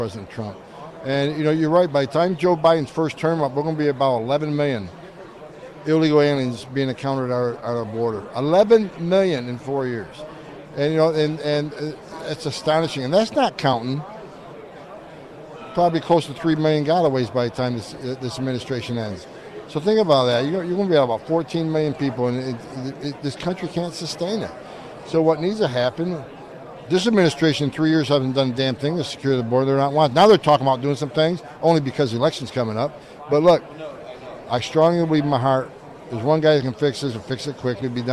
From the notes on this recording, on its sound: does his show live at CPAC